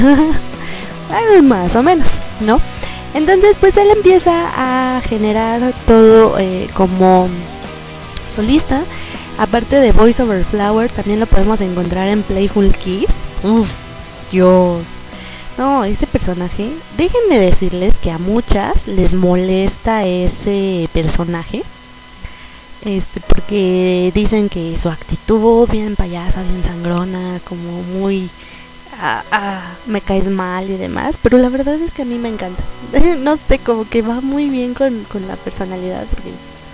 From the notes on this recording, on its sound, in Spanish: El audio original cuenta con un zumbido, favor de tener sus precauciones. Especial colaboración en radio k-pop méxico.